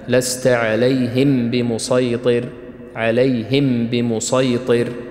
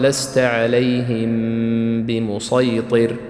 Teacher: كذلك هنا في مسألة فيما يتعلق بالإخفاء الشفوي، وهو مذهب لبعض القراء وهو مذهب صحيح وكان يقرأ به، وهو عدم الغنة الكاملة في الإظهار في الإخفاء الشفوي، أي عندما ننطق كلمة عليهم بمسيطر يقرؤونها بالإظهار، يعني فقط أصل الغنة في الميم الساكنة ثم تظهر هذه الميم من غير إخفاء وكذلك من غير غنة كاملة · Shown in: first take · لست عليهم بمسيطر، عليهم بمسيطر، لكن جرى العمل على الإخفاء في هذه الميم مع الغنة، الإخفاء مع الغنة، فتقرأها لست عليهم بمسيطر.